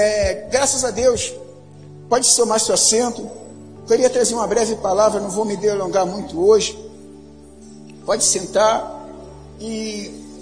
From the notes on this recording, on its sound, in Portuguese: Áudio da mensagem ministrada no Culto da Vitória realizado na Quinta-Feira, 11.04.2019 na Igreja Cristo Salva Campinas.